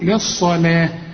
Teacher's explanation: فخم لي الصاد ورقق لي اللام